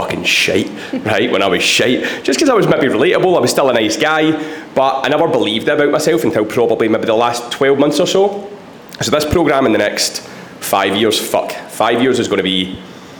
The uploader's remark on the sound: From the recent Built For Life live event, The Built For Life coaches took to the panel to answer questions from their clients in the room.